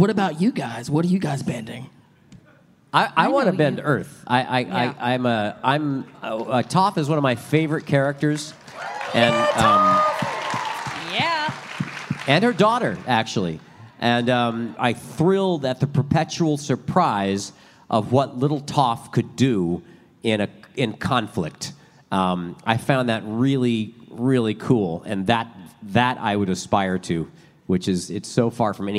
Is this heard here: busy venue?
yes